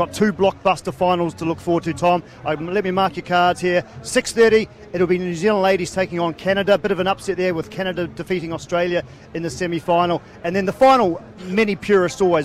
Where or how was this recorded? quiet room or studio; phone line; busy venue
busy venue